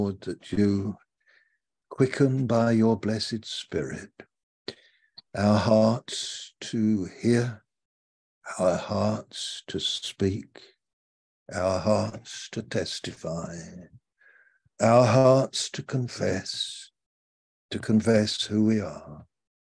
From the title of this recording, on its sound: Malaysia Meets (Zoom)